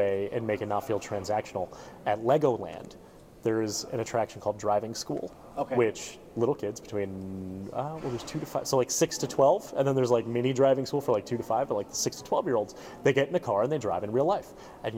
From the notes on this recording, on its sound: they recorded their findings in person at the Florida Attractions Association annual conference in the middle of the networking center